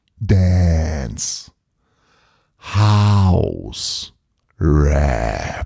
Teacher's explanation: Bei Dance, House und Rap ziehe ich die Vokale lang.